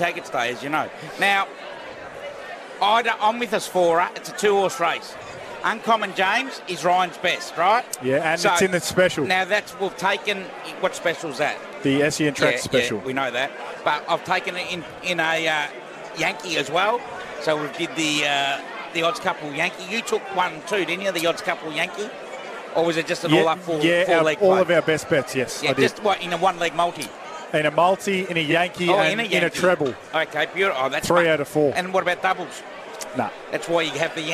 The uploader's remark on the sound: Live from Caulfield Race Course